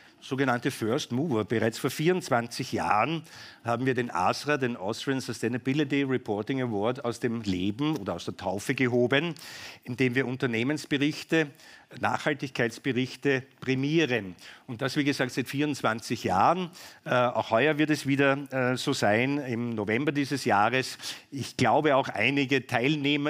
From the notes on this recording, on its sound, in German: Der aktuelle KSW Upcast ist eine Live-Aufzeichnung des KSW Frühjahrsempfang 2023.